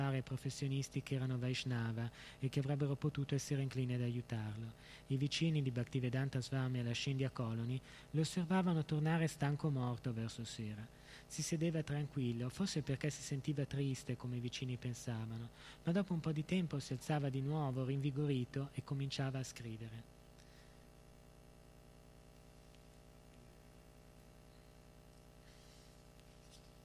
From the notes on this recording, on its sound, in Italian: in diretta dal Tempio di Villa Vrindavana